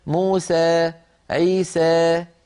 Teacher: بعض القبائل العربية تخلط صوت الألف بشيء من الياء قليلا فيقولون موسى عيسى، قبائل أخرى تخلط الألف بالياء خلطا كاملا فيتولد حرف بين الألف والياء تماما فيقولون موسى عيسى ويصعب عليهم تغيير لسانهم، هذا أيضا سمح به لأنه لا خوف منه ولا يؤثر في تغيير المعنى. · Term: الإمالة